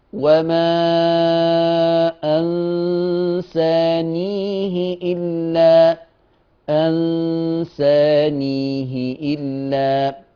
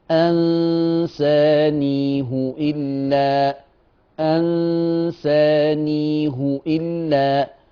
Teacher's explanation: ورش يقرأ بكسر الهاء · Shown in: first take